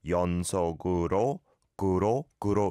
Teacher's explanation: So, yonsoguru, uro, ro, ro is the sound that I mistakenly did as ru, ro, ro, yonsoguru, guro, guro. You can hear that is the blend sound, the kiok from sok going over to the u.